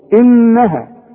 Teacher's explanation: خدت النون اللي عليها الشدة لازم تغني